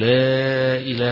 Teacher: مد التعظيم في كلمة لا إله إلا الله في الكلمة، فيمد فيها توسطا يقول لا إله، حتى لو كان يقصر في غيرها، ويسمي هذا المد بالتعظيم لله سبحانه وتبارك وتعالى.